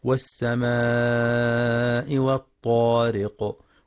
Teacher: ينتبه القارئ في كلمة والسماء للمد المتصل الواجب، يمد بمقدار 4 أو 5 حركات لحفص من طريق الشاطبية